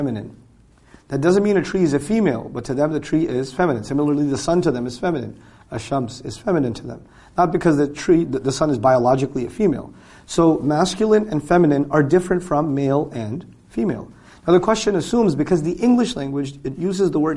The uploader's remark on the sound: during a live lecture on the 2015 Gulf Tour